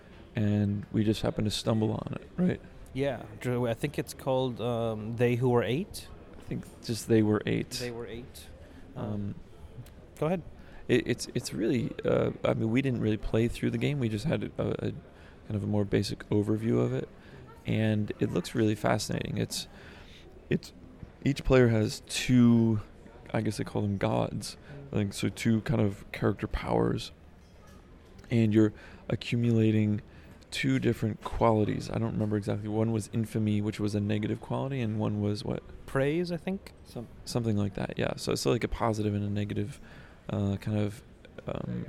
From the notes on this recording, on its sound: Recorded straight from Essen Spiel 2016.